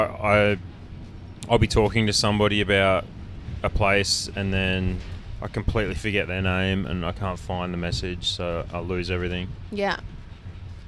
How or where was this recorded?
inside a vehicle